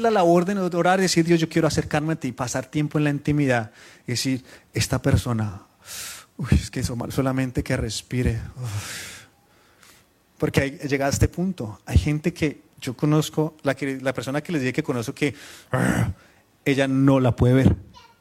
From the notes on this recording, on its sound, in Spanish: Reunión Familiar en vivo lanzada por Facebook Live el día 18 de Febrero de 2023 en la Familia-Iglesia de Sydney, Australia